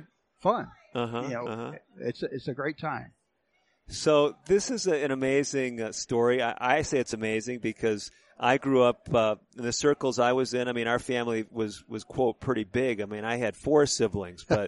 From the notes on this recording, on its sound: recorded at the 2019 NCAI Convention in Albuquerque, NM